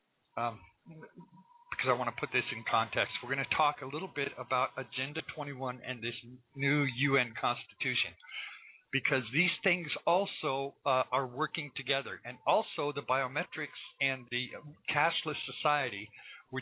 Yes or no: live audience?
no